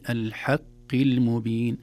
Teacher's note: الحاء مرققة والقاف في أدنى درجات التفخيم